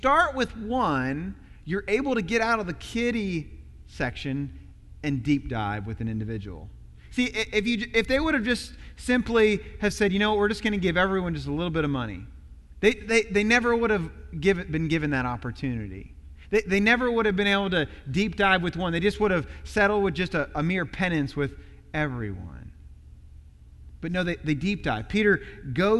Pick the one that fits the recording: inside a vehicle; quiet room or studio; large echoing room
large echoing room